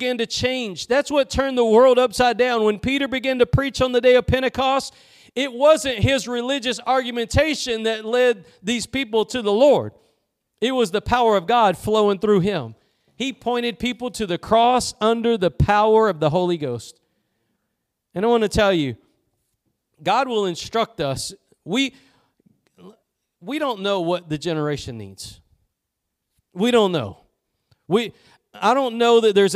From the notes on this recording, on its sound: Preached at Gospel Lighthouse in Bossier City, La.